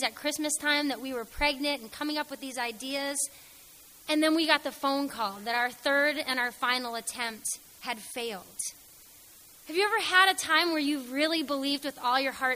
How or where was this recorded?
large echoing room